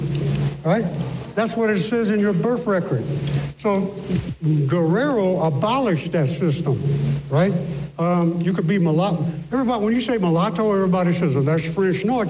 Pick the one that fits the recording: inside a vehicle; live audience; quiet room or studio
live audience